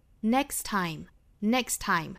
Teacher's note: 我们来看第一个词跟第二个词之间的这个衔接啊，这个 t 的发音我们直接可以省掉了。Next time.有的人说这里面是不是要发一个 glottal stop,也就是顿一下哈，一个气息的受阻。Next time,实际上正常语速包括语速稍微快一点的这种语流之中，这个 t 就是完全可以省略掉了，而且还加之这两个 t 都是同一个辅音的哈，所以说直接省掉。Next time,中间没有任何时间的顿促，直